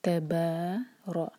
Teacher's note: تبارک الذی، ت اور با لائٹ، ت ایک حرکہ، با دو حرکہ، تبار را ہیوی، منہ بھر کر را پڑھیں گے